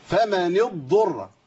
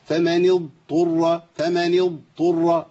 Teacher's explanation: افصل بين الضاد والطاء · Shown in: second take · لا تضغم الضاد في ايه الطاء وليش.